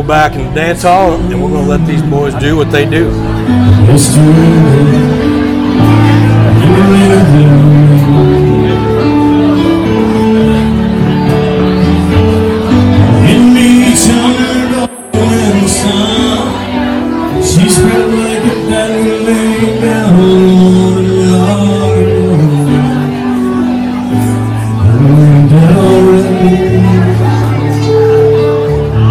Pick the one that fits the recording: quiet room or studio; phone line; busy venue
busy venue